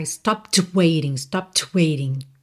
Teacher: Então, stopped, você bota o D assim ali, tá? Stopped, mas não precisa forçar para que esse D soe.